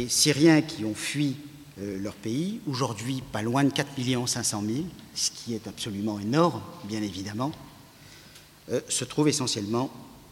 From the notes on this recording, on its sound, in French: Conférence enregistrée le 12/02/16 depuis l&#39;Archipel, à Paris. Conférence enregistrée le 12/02/16 depuis l'Archipel, à Paris.